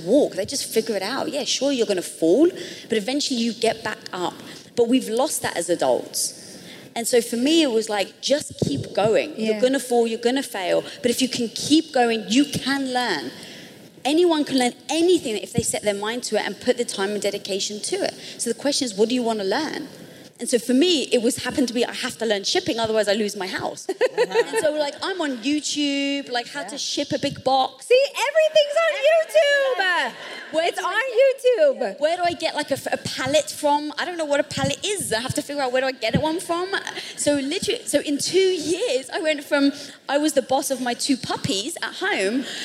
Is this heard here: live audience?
yes